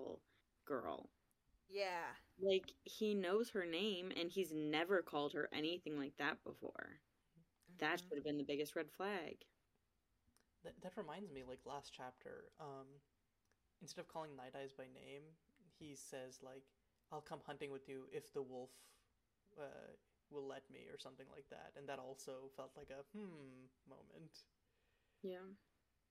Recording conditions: uneven or low level